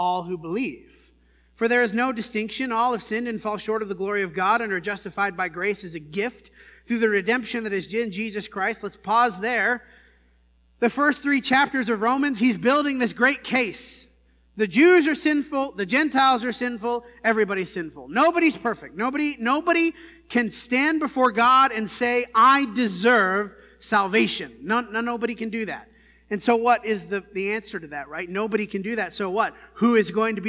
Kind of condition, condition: setting, large echoing room